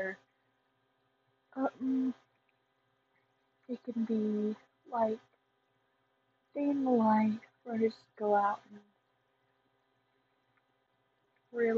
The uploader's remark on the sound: Sorry about the audio quality